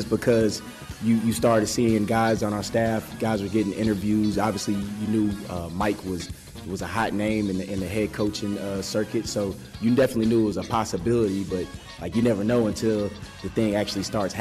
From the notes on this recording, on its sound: introductory press conference